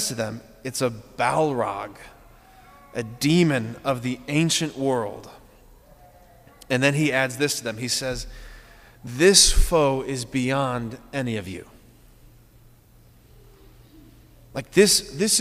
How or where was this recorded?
large echoing room